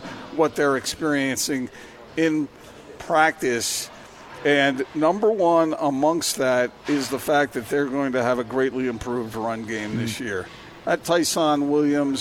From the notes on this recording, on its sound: LIVE at Marley's Gourmet Sliders